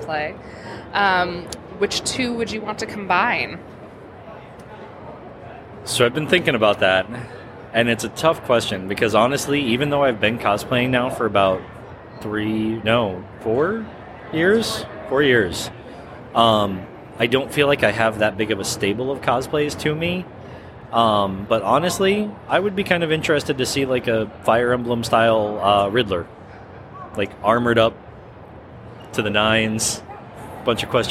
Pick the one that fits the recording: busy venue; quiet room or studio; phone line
busy venue